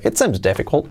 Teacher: Fijaos, la T del final casi no la pronuncio.